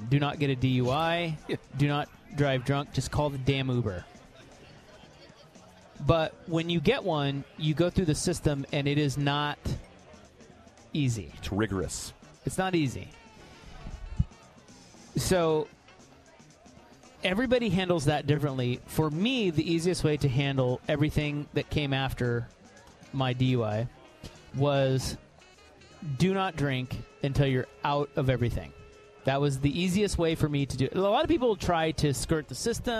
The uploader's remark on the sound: live from The Oregon International Auto Show!